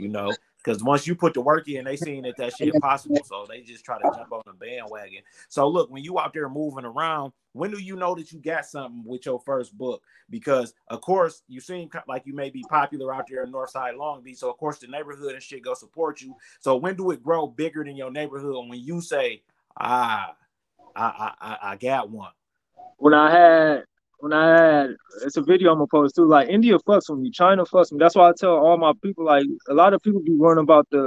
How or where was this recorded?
video call